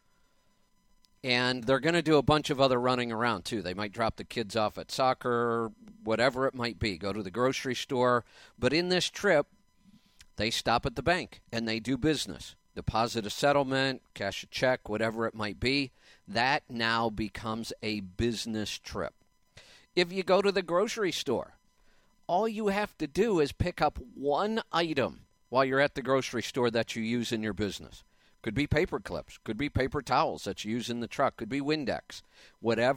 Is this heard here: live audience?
no